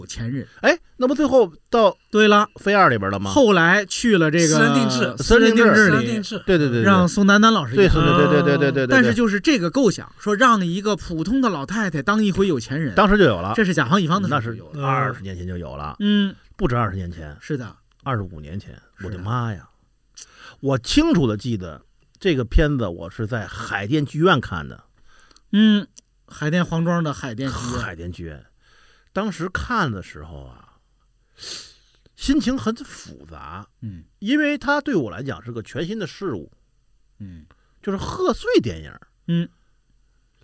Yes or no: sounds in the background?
no